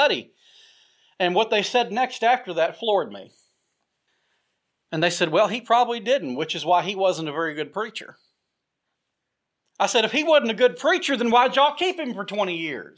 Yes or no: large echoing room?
yes